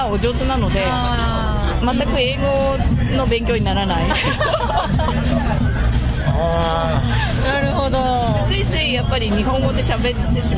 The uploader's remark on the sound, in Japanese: クルーズライブ in 横浜。FBライブ配信のもようをお届けします。裏すま” in 横浜 の裏企画 カクテルクルーズにて収録したものをお届けします。